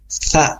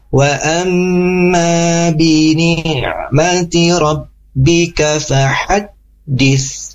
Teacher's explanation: Bunyi sa itu tempatnya di ujung lidah kita ke ujung gigi seri atas kita.